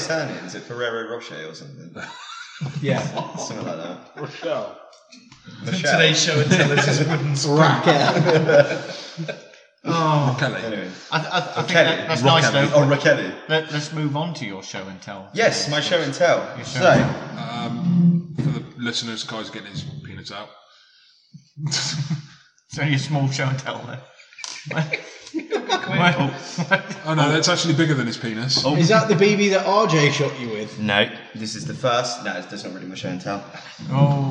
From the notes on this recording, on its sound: As the podcast moves to a new home, our inexperience with audio equipment follows us. What we learnt this week boils down to - don't leave your phone anywhere near the mics.